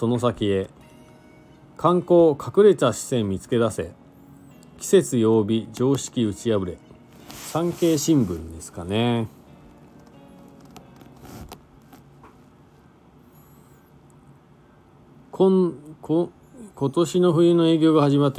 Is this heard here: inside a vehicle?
yes